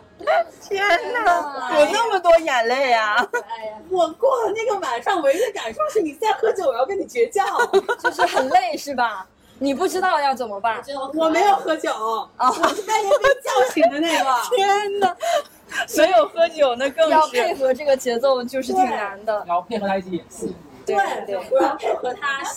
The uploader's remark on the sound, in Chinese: 理想酒会活动现场实录。终于在2023/07/29实现了邀请朋友们线下喝酒的理想。北京大小咖啡麦子店。